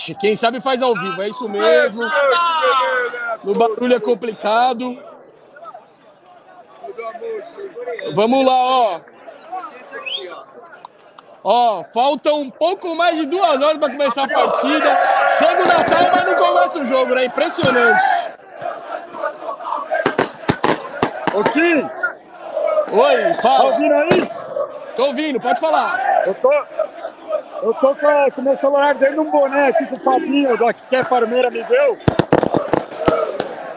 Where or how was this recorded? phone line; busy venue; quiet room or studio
busy venue